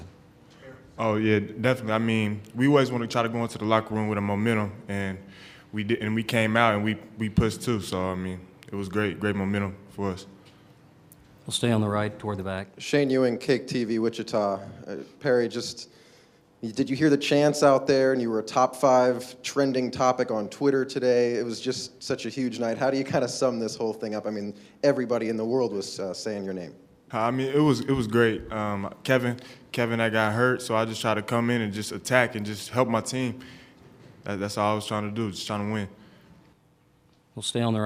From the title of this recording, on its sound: Press Conferences & Post-Game Interviews